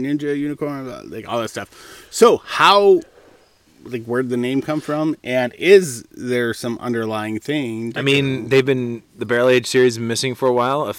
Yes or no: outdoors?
yes